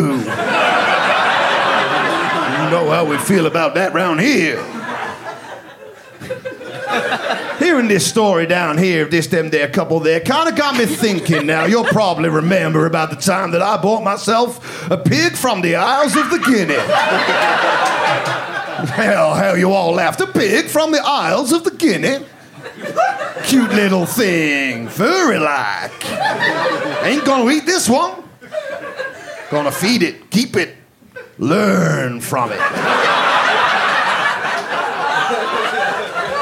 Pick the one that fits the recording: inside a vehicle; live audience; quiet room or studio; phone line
live audience